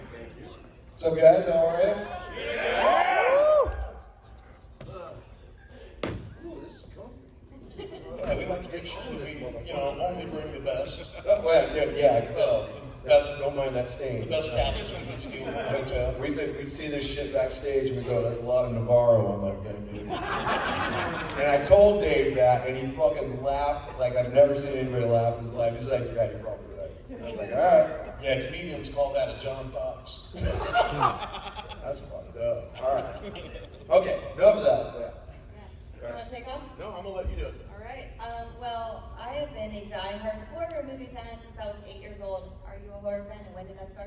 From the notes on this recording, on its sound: recorded at Days of the Dead Atlanta (February 25, 2022)